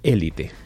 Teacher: la forma más extendida, como ya se ha apuntado, es la esdrújula, es decir, élite.